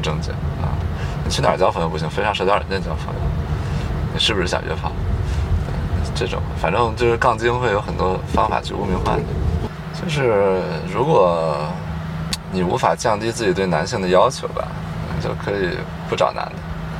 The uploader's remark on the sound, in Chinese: 后面每个话题都是纯临场，连大纲都没有。因为边开车边录的，有点吵……已经尽量降噪啦，下次有室内录制！